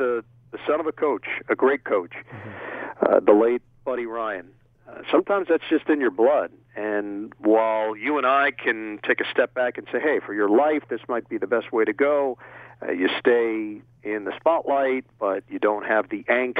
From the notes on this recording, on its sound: over the phone